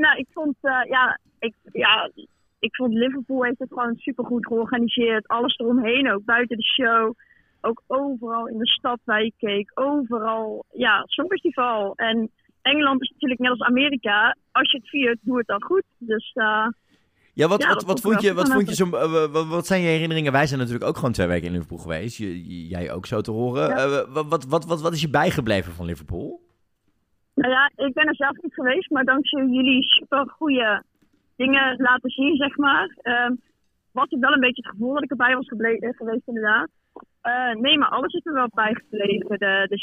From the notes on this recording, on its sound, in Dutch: De inbelaflevering. Prachtige gesprekken vanuit verre landen.